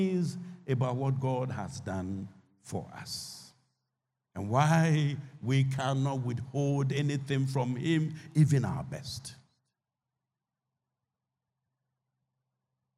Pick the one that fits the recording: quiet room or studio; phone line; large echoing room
large echoing room